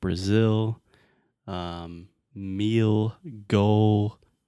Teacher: when we talk about the final L, we call that the dark L in linguistics.